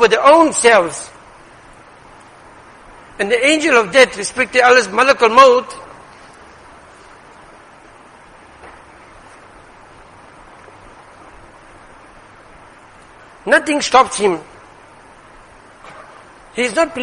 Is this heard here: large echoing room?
yes